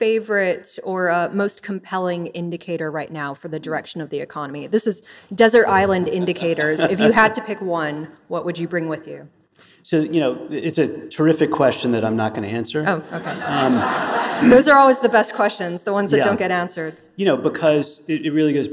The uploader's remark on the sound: recorded live onstage at The Clearing House annual conference in New York